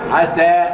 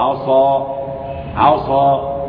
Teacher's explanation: ان السين هنا منفتحة. عسى والصاد مطبقة.